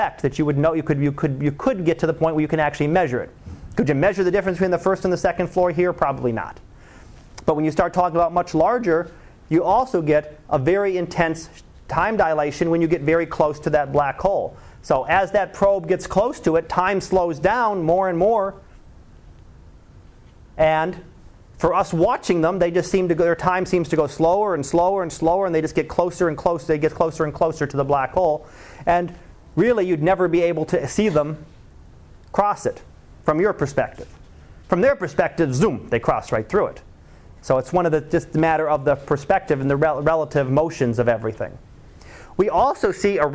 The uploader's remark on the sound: Live Class Lecture